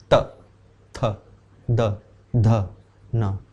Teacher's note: tip of द Tong hits द upper back of द teeth